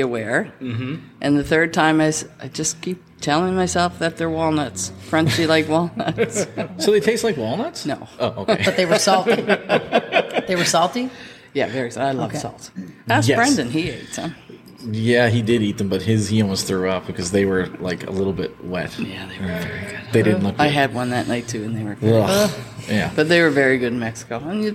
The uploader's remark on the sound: Station Six in Spryfield Nova Scotia for the great beer and location to record this episode. Station Six in Spryfield Nova Scotia for the great beer and location to record this episode.